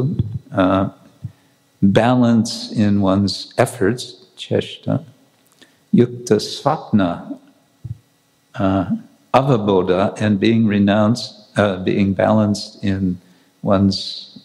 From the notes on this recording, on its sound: Lecture from New York ISKCON temple